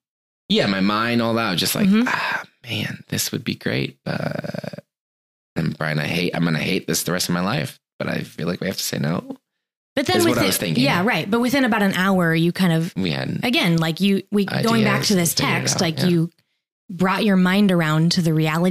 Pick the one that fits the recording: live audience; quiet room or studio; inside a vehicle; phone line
quiet room or studio